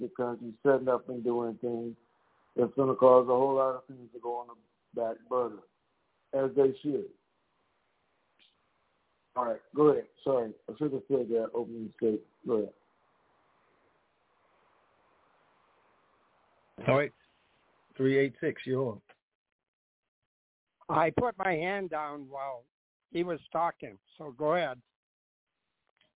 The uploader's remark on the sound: TNTSuperfantastic Conference Call.